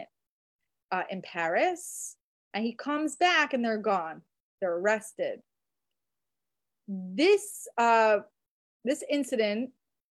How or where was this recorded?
video call